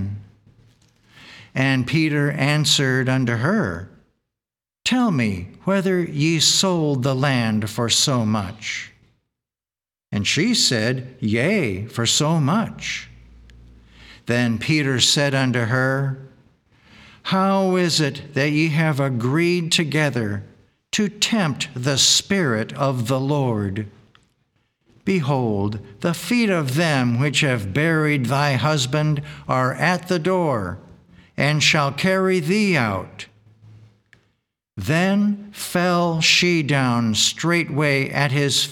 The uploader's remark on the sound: The Sunday service audio